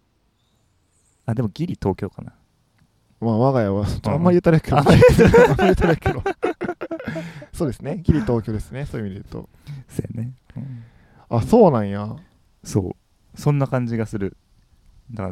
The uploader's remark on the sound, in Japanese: 今回は河川敷収録。